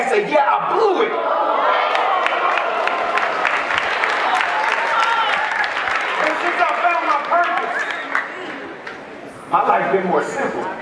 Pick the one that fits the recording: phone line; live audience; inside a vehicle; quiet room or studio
live audience